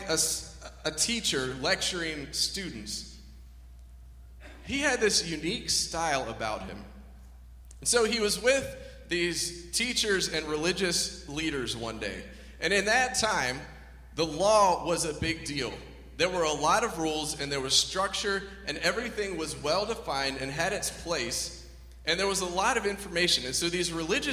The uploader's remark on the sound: (Message Audio Only). During our Nexus Christmas Eve service.